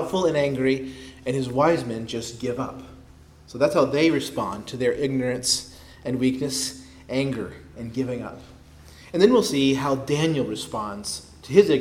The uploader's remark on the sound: preached at Christ Our Savior Baptist Church